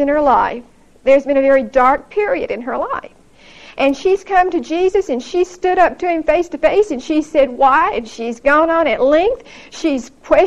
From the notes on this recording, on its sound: Recorded 9/23/1975 at Whitesburg Baptist Church.